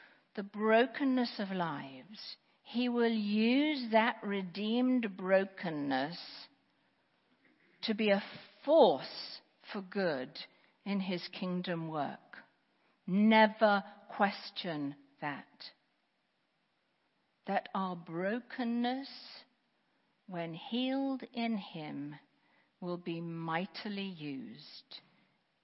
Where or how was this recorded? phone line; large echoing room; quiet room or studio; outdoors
large echoing room